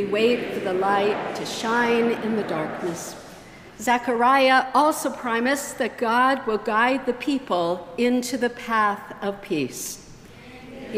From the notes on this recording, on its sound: The worship service recording includes both pre-service and post-service music.